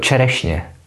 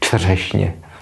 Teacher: Takže vidíte, že tam taky měli problém s tím párem čř, ale místo, aby měnili č na t, jo, č na t, tak mezi ty dvě problémové hlásky vrazili e · Shown in: first take · Takže čerešně už se vyslovuje lépe než čřešně.